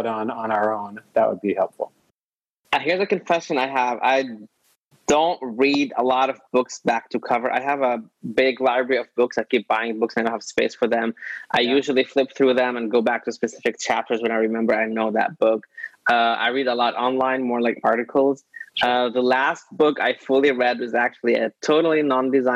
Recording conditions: video call